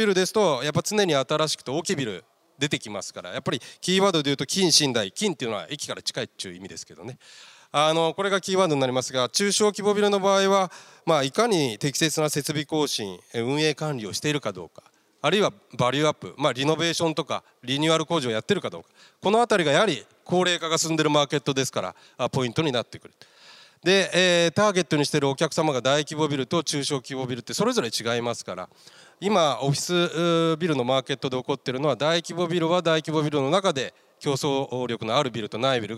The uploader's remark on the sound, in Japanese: 東京証券取引所で開催した「J-REITファン2017」。IRセミナー。